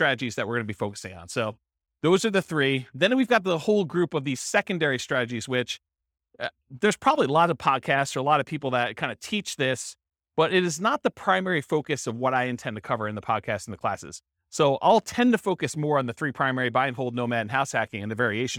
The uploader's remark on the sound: This was a live class recorded